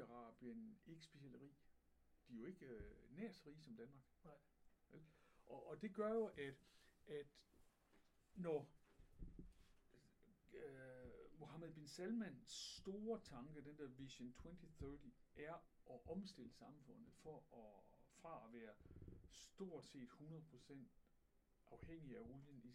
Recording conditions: poor sound quality